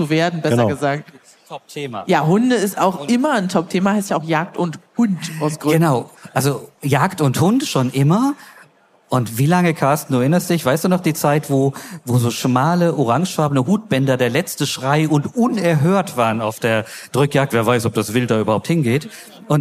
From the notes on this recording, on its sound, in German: live auf der JAGD & HUND